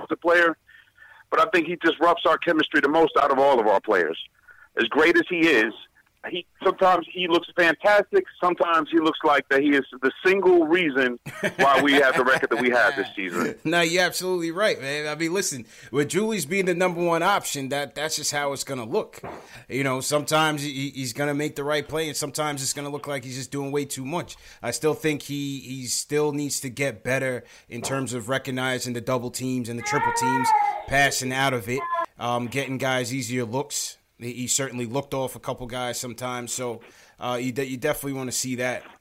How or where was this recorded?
phone line